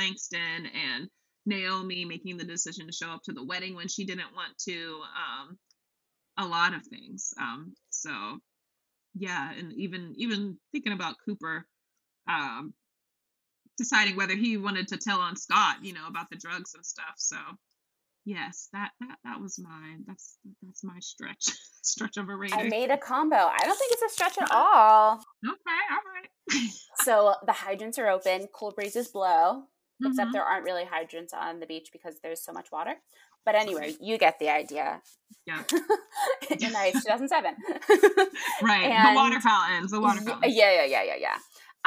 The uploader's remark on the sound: We had some audio and technical difficulties during this episode